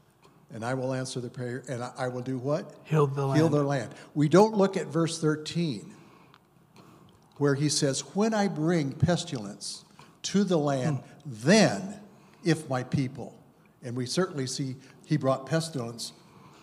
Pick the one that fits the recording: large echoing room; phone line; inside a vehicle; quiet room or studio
large echoing room